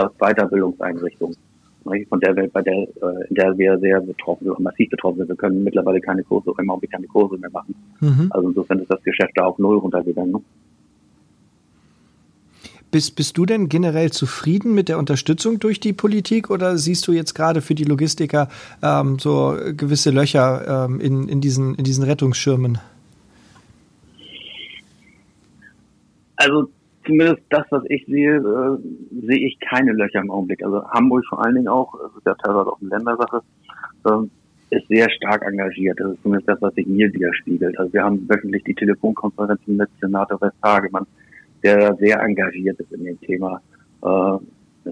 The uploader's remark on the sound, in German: auf Grund des Kontaktverbots am Telefon